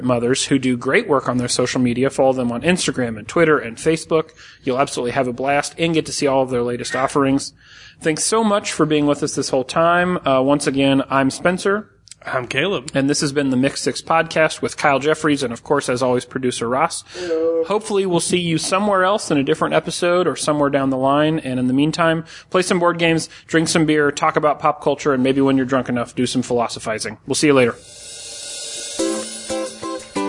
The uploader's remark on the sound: We were lucky enough to be invited to the Mother’s Brewing Tasting Room to record an episode with their beer experts.